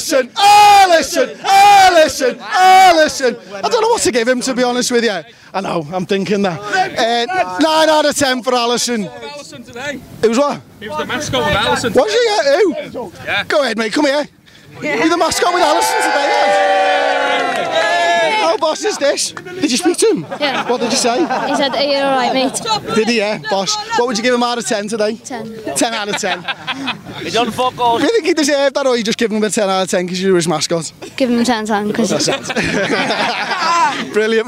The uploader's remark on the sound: Join us outside Anfield as we react to Liverpool's 2-0 win over Sheffield United!